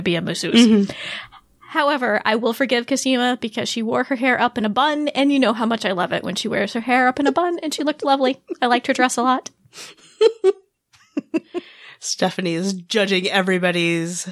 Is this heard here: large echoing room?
no